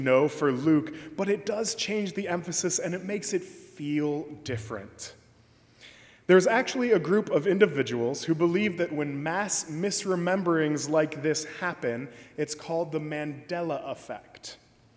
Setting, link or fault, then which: setting, large echoing room